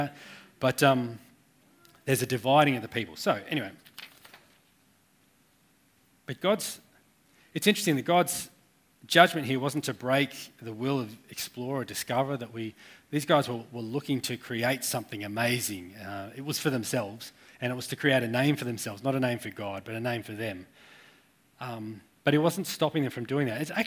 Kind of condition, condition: setting, live audience